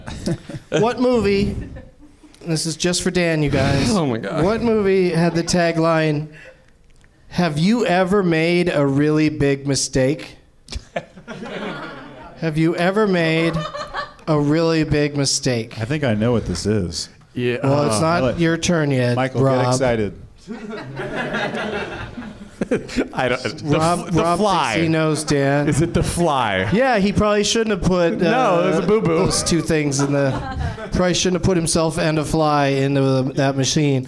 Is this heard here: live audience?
yes